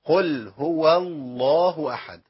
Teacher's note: قل هو الله احد، هو والواو عليها فتحة، وده اللي خلى لام اسم الجلالة تفخم